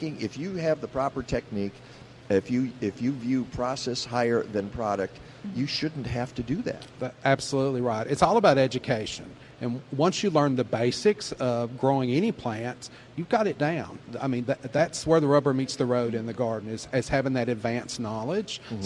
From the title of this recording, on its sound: Live from the 2018 Chicago Flower & Garden Show!